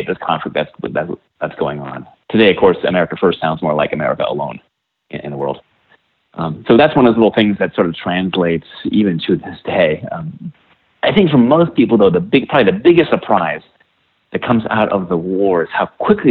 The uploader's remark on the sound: Please join me in welcoming to The Not Old Better Show via internet phone